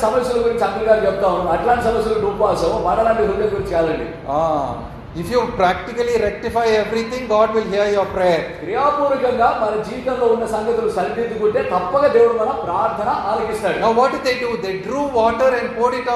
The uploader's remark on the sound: Recording of a sermon given in church.